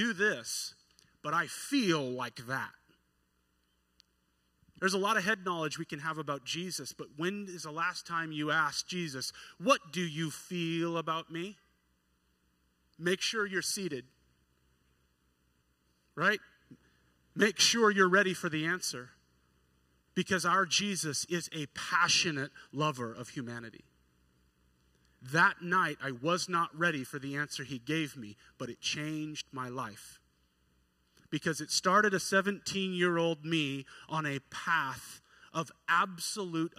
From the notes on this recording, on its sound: at New Horizons Church in McMinnville, OR on Sunday morning